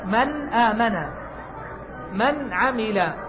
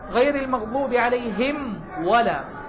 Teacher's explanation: هذه الميم المظهرة والنون المظهرة فيها غنة؟ نعم فيها أصل الغنة وهو ضعيف جدا